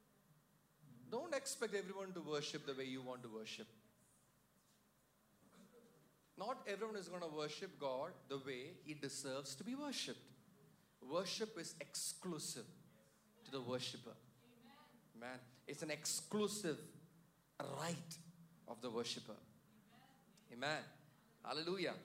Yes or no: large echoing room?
yes